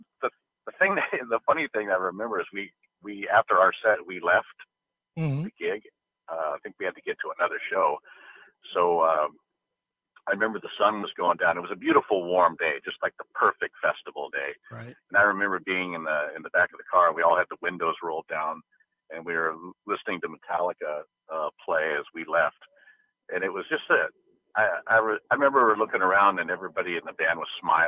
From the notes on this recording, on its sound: called